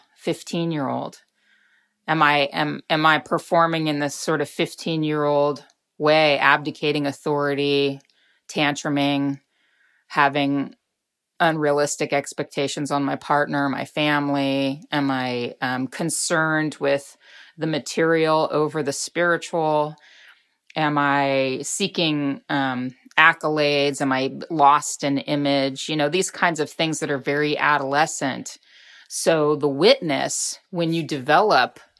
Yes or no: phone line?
no